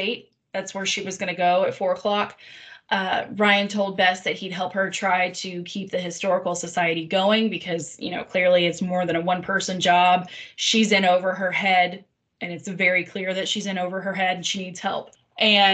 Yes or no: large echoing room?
no